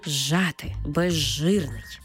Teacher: У словах «зжати» та «безжирний», де «з» – свистячий, «ж» – шиплячий, разом ми їх читаємо як «ж». Тобто «з» перетворюється на «ж» і маємо цей подовжений звук «ж».